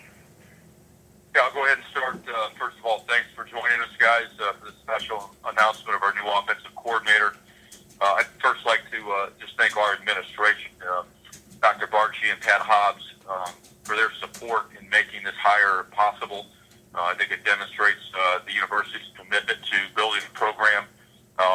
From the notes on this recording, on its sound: Listen to the teleconference between media and Rutgers.